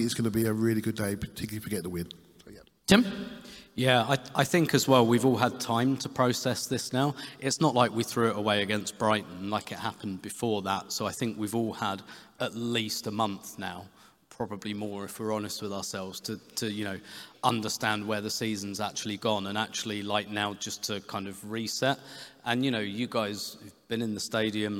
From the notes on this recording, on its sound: This episode is a recording of the Arseblog & Arsenal Vision Live event from Union Chapel